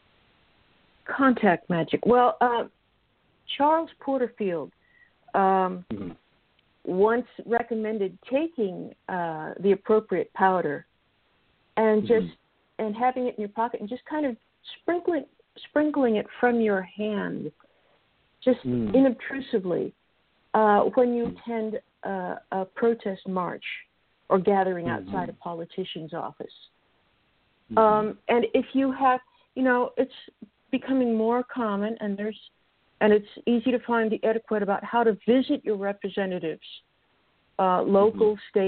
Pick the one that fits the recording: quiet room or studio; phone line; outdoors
phone line